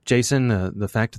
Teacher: So it is the male vocal fry.